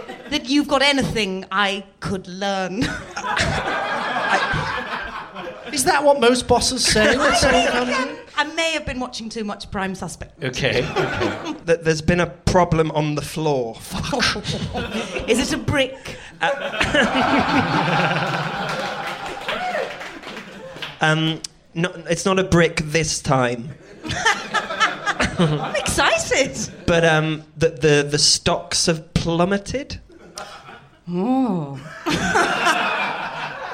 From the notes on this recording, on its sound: LIVE for the first time at the Phoenix